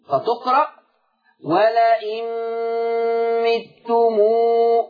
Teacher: ورش يقرأ بكسر الميم